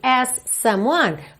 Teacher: você liga num S só, as someone said.